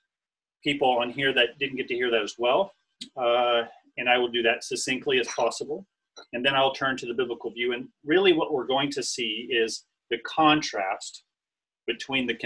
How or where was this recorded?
video call